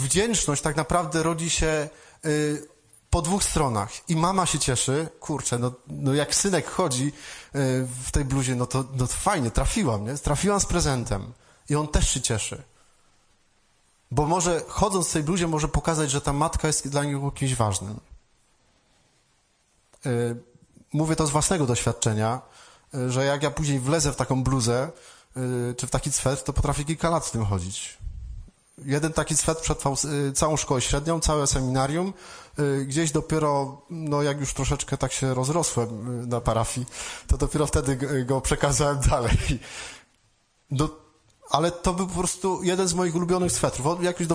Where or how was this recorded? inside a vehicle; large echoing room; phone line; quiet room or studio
large echoing room